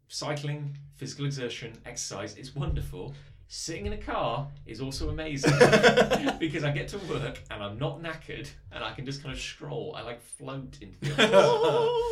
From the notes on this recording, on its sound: Please pardon any audio issues. We're still working out the kinks in our new studio.